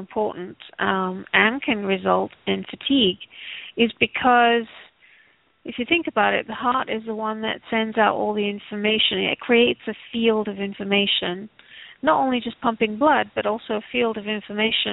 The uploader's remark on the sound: Takes your calls for healing live today!